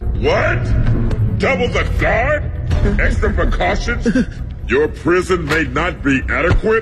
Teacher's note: 他那声音感觉就是非常不好模仿，他声音又靠后又靠下，从地底上上来的似的哈